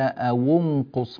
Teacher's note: أونقص هذه الواو مضمومة لالتقاء الساكنين